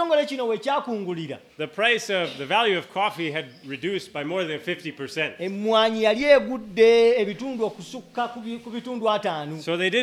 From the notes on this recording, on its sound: With Luganda Translation. At Lubumba Community Church on Sunday February 18, 2024.